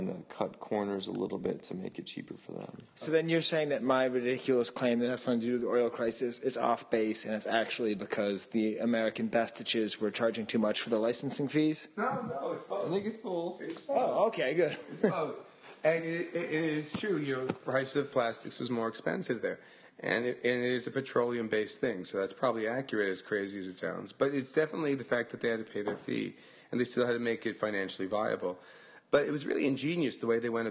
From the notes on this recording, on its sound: during an open Star Wars party